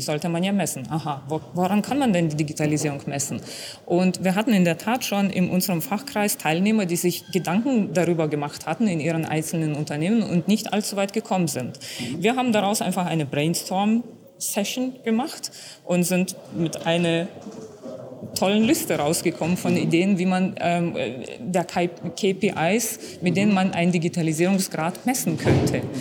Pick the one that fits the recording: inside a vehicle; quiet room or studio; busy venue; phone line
busy venue